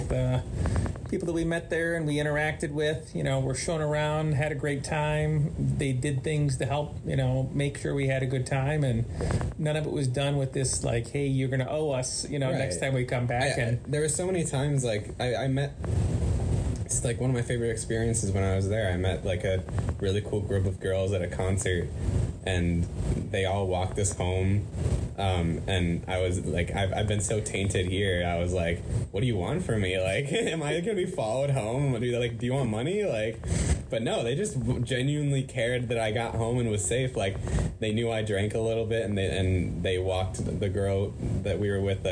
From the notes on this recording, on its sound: Recordings From Our Time Exploring Japan. Although the audio is far from great.